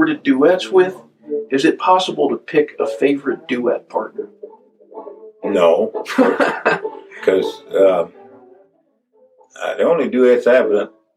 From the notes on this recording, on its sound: This interview was recorded just minutes before he would take the stage at Anderson Music Hall in Hiawassee, Georgia. You can hear a nearby bluegrass band rehearsing. Efforts to improve the sound quality were made.